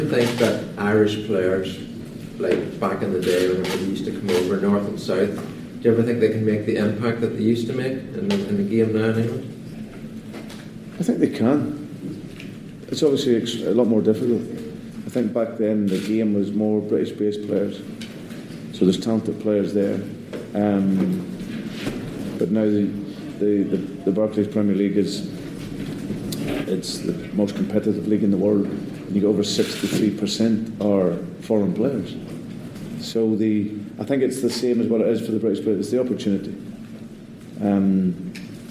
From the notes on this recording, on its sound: Attended the post match press conference after the Shamrock Rovers friendly and recorded the conference in full.